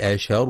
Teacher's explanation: وفي قوله سبحانه: وأنا لا ندري أشر أريد بمن في الأرض أم أراد بهم ربهم رشدا. ينتبه القارئ في كلمة أشر لترقيق الهمزة والشين، فلا يفخمها بسبب مجاورة حرف الراء المفخم